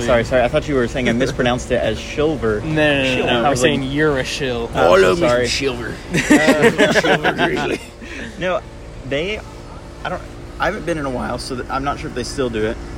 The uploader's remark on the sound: On a little visit to DFW the boys met up at Pax and Beneficia coffee in Irving Texas. Though some background noise.